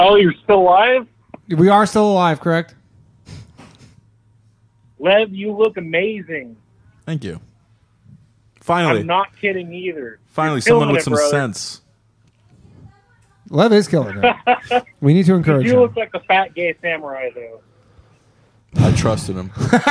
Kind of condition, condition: link, phone line